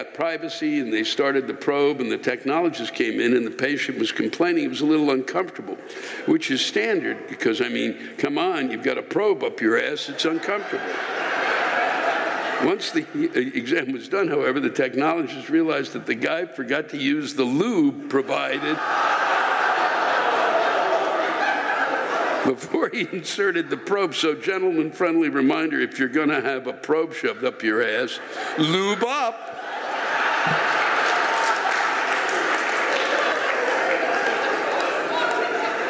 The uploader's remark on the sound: The live rants come from the show in Huntington NY on April 3, 2020.